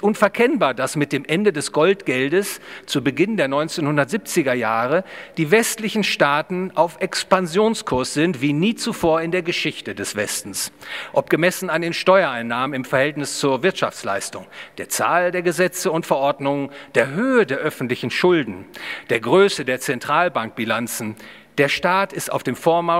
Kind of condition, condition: setting, live audience